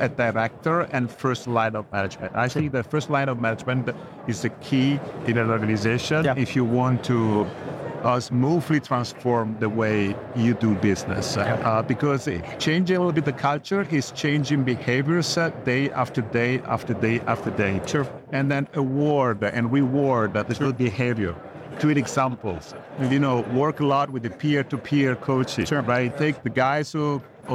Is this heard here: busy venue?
yes